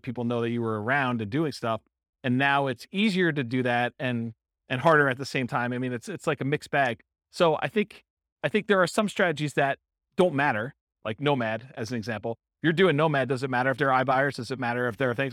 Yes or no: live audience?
yes